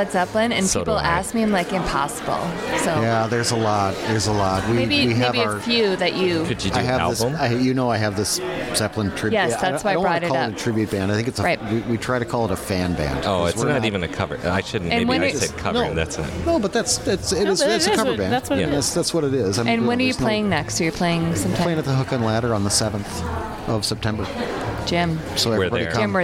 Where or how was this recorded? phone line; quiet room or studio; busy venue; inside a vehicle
busy venue